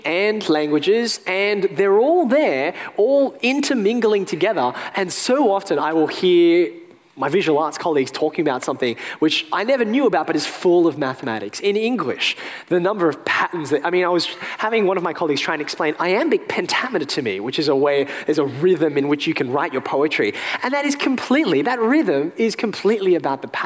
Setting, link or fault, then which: setting, live audience